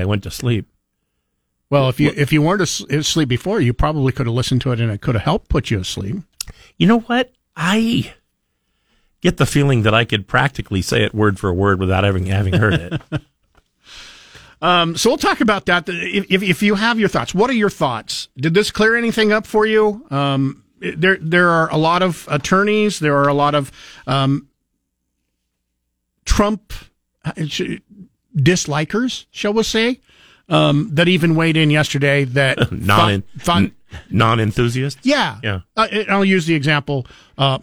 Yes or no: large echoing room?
no